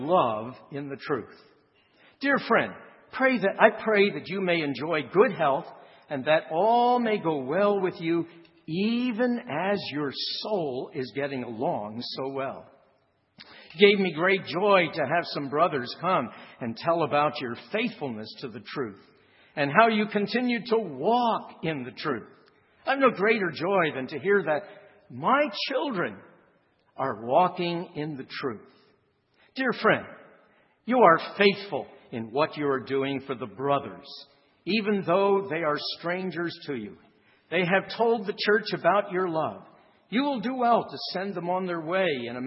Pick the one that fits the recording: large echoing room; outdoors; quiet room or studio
large echoing room